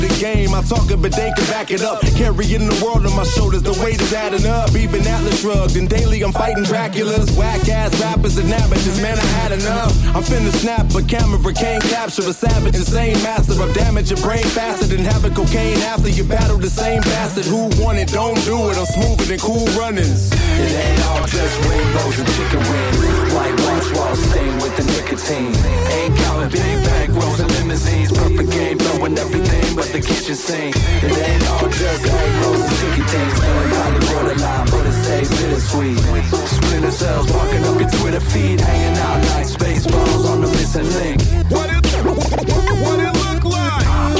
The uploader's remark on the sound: Beyond FM Live from Pop's.